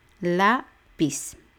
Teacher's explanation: Lápiz, va el acento en la A, son dos sílabas